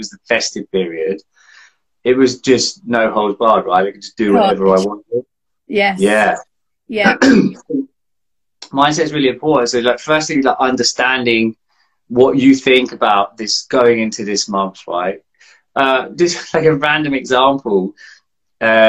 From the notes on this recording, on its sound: This is a bonus episode that was recently recorded on Instagram.